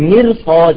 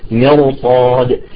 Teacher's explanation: فهون الصاد يؤثر على الراء، انتبهوا حرف الصاد تمام، الصاد سيؤثر على الحرف الذي بعدها، على الحرف الذي قبلها الراء. فالآن بما أنه الصاد مفتوحة فنحن نفخم الراء ولو كان قبلها مكسور · Shown in: second take · الأصل نقول مرصاد صح، لأنه هي راء ساكنة قبلها مكسور، ولكن بسبب الصاد تصبح مرصاد.